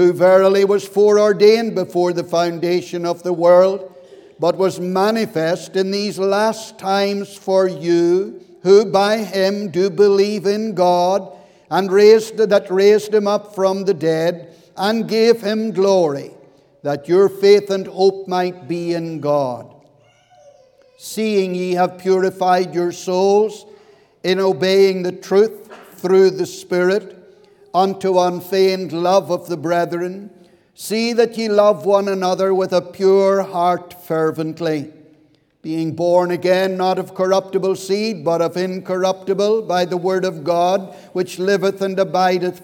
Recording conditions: large echoing room